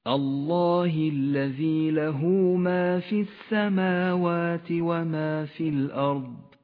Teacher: احذر من اللحن عندما تقرأ كلمة الله الله في بداية الآية الثانية، فإن حرف الهاء حرف مكسور وليس مضموما